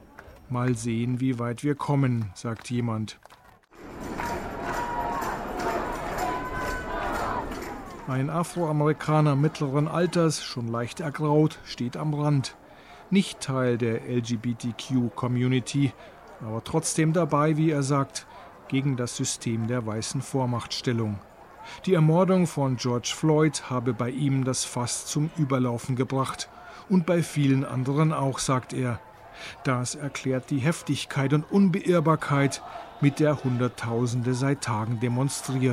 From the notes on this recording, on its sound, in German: war für ndaktuell in New York auf der Straße und hat die Proteste am sechsten Tag in Folge in einem Audiobeitrag eingefangen.